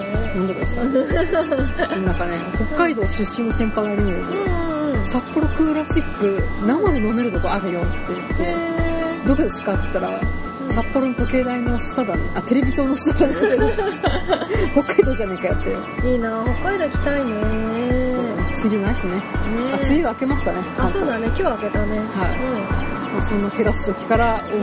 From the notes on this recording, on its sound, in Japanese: 今回も屋外収録ですので、大変お聞き苦しいかと思いますがご容赦下さい。